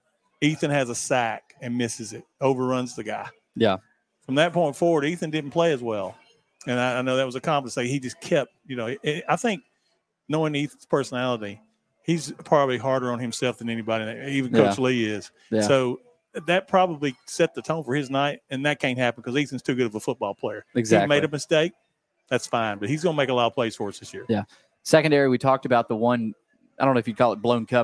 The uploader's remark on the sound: LIVE from Chili's on West End.